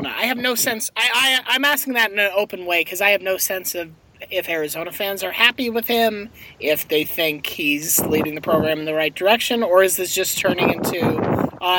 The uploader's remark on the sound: He's in a car, which sounds way better than you expect it to, really.